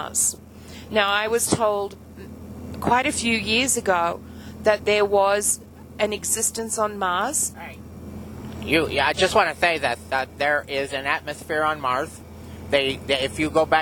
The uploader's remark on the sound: Car Conversations. Today we had another conversation with our spirit family in the car.